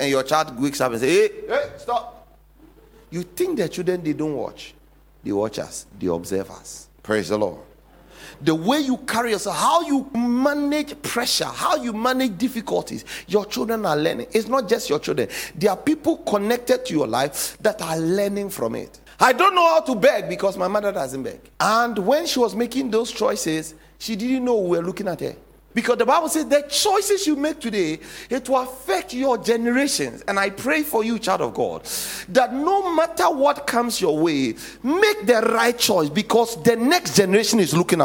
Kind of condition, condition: setting, large echoing room